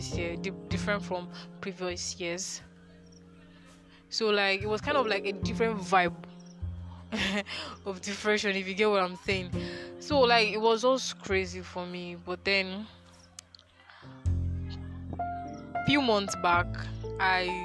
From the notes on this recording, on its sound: I recorded this episode outdoors at night, so I'm sorry for all the crickets and other background noise.